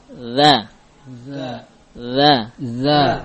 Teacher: Dzal memiliki sifat al-jahr, tidak mengalirkan nafas.